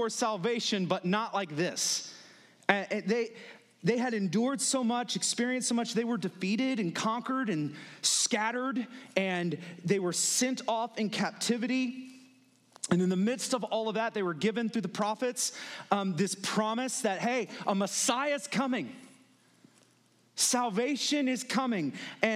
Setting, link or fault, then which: setting, large echoing room